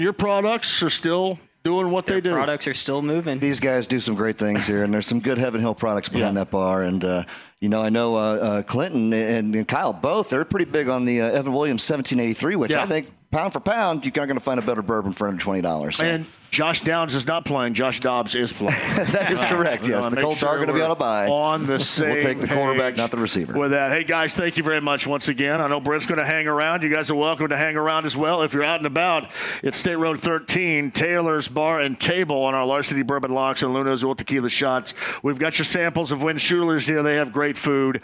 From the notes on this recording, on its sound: Kicks off the show live from Taylor’s Bar & Table. Keep the show rolling by talking to more people from Taylor’s Bar & Table!